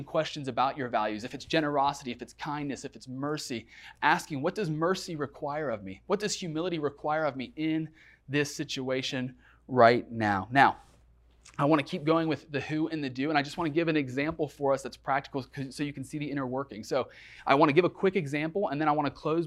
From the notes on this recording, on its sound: recorded at Northlands Church on August 9, 2020